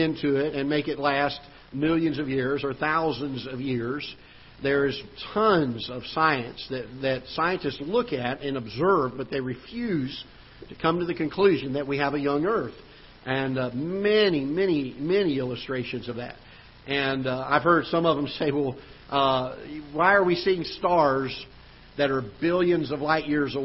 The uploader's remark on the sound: Ketha Heights Baptist Church ~ Live Broadcast